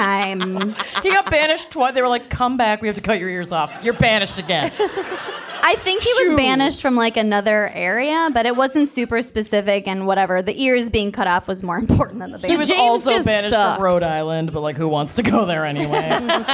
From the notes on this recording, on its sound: Boston LIVE. At a live show in Boston.